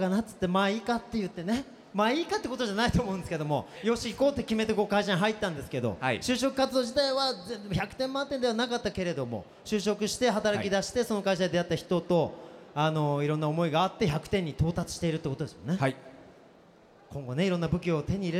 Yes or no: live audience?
yes